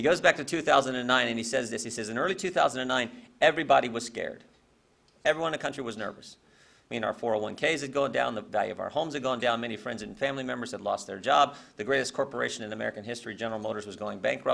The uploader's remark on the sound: WASHINGTON, DC. In a speech to a breakfast meeting of The Ripon Society.